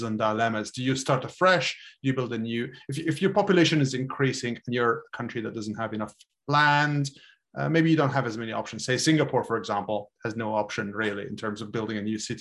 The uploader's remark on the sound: This public talk was conducted online via Zoom